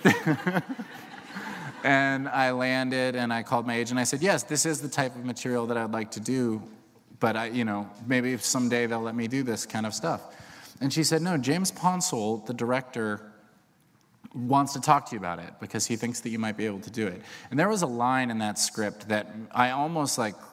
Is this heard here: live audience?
yes